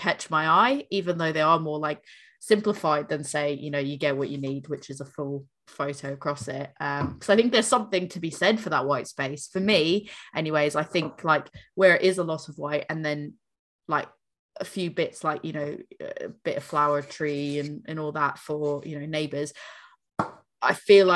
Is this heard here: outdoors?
no